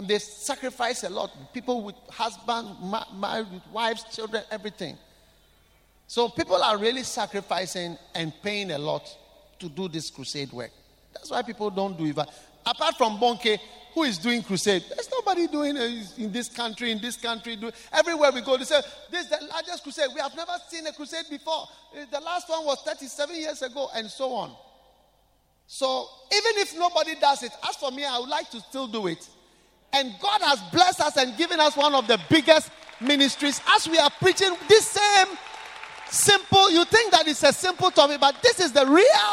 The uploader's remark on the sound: Preached at the Qodesh